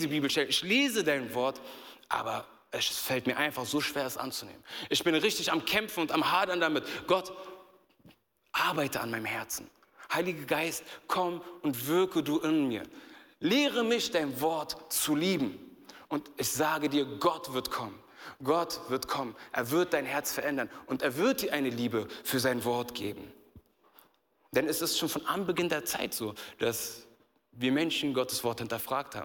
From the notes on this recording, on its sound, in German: aus unserem Gottesdienst